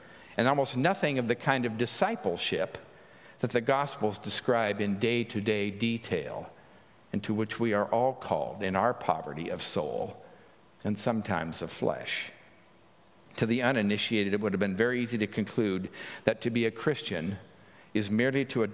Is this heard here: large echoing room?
yes